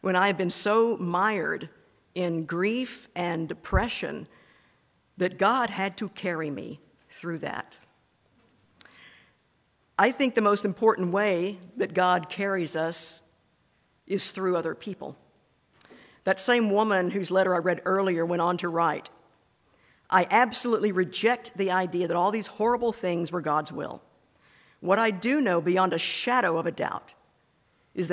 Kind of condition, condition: setting, large echoing room